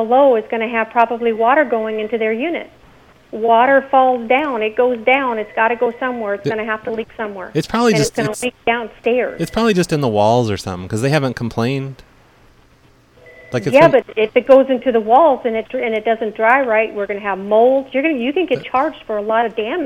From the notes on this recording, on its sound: …'s Personal Prank Phone Calls Collection.